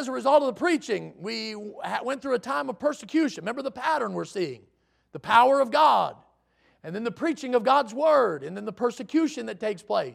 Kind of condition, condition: setting, large echoing room